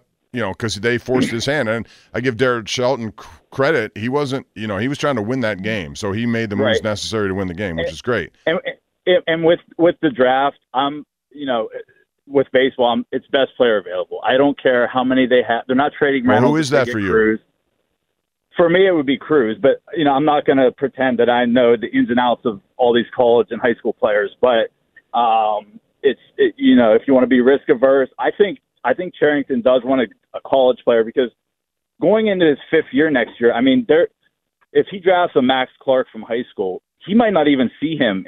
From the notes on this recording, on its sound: This fan called